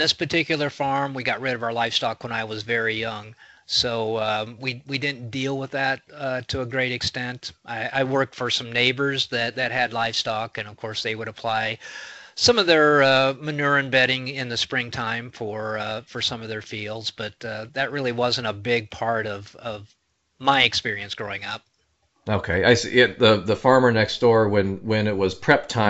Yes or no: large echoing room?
no